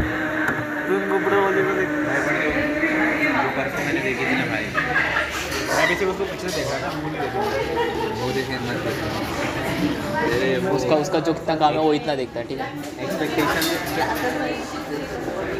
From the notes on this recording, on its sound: we recorded our audio into a coffee shop